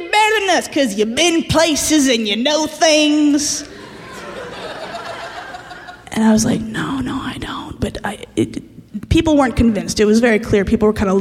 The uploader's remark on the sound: Live From Portland! Share stories at the Bridgetown Comedy Festival in Portland, Oregon.